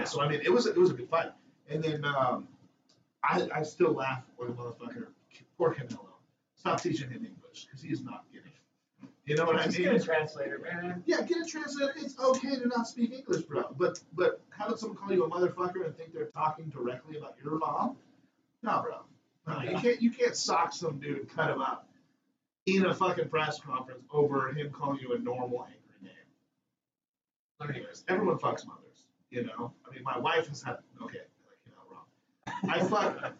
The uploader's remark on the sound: Sorry again for the absolutely terrible audio not sure why it is randomly doing that.